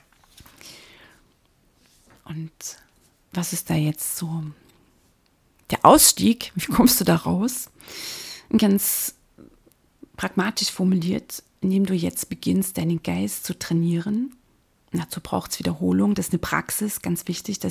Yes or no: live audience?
no